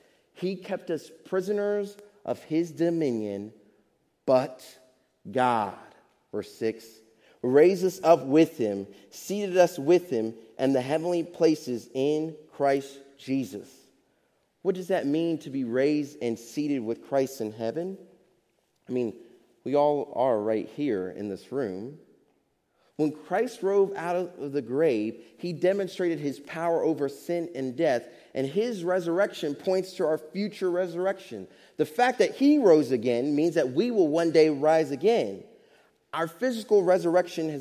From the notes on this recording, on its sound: Faith Baptist Church in Hamilton, NJ.